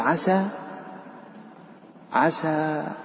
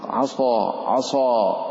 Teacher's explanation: هذا الانفتاح، عسى منفتح ومرقق. أما وعصى آدم ربه ففيه التفخيم وفيه الإطباق